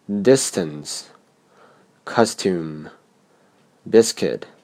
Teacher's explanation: 这些单词中，s，后面的辅音就不被浊化。